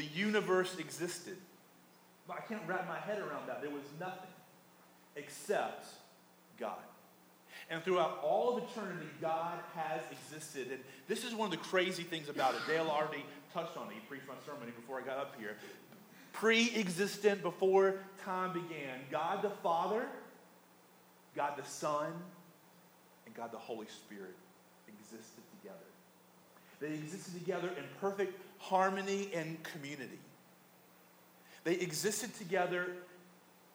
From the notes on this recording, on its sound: Poor audio quality.